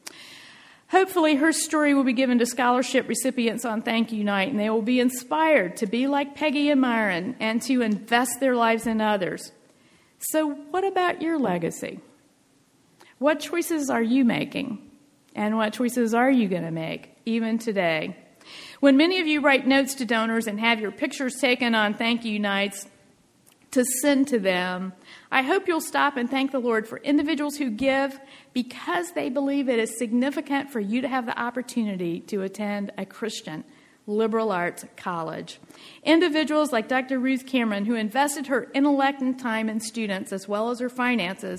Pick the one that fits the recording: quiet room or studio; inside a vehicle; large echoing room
large echoing room